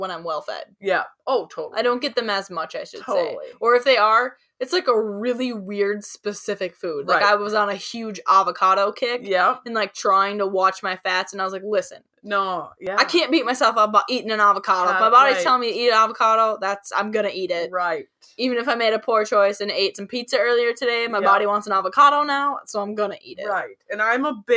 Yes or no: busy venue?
no